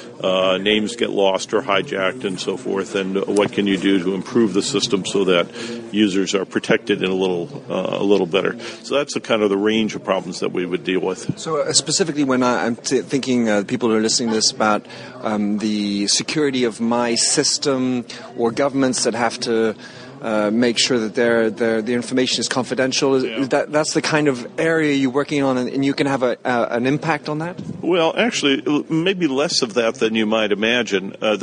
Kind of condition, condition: setting, busy venue